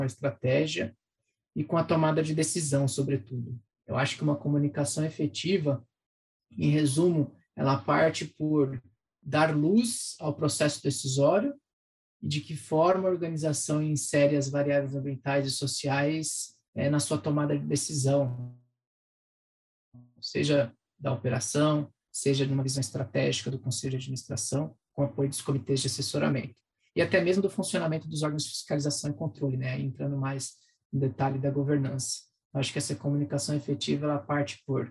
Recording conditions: video call